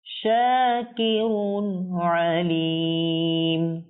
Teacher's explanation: দেখুন এখানে তানবিনের পর আইন এসেছে, আর আমরা জানি নুন সাকিন অথবা তানবিনের পরে যদি আইন আসে তাহলে ইজহার হবে, কোনো গুণনা হবে না